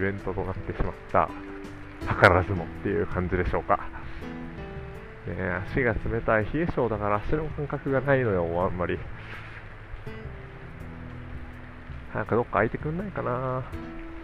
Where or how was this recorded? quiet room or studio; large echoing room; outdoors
outdoors